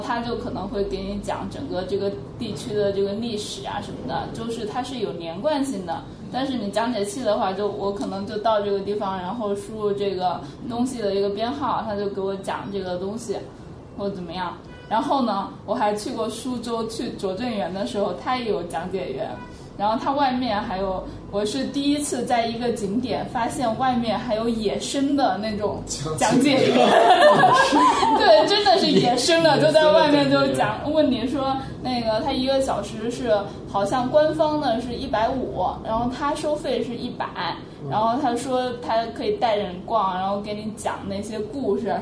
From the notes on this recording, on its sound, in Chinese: 本期节目为在张大妈办公区用录音笔录制，可能有街道上的杂音，请见谅。